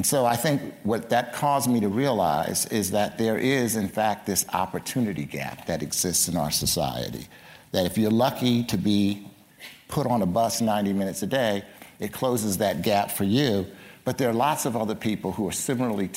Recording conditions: live audience